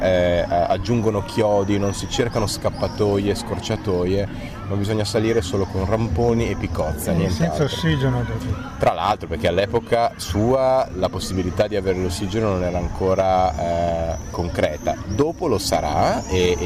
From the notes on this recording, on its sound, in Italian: La seconda intervista registrata ad Antiche Mura Teatro Festival.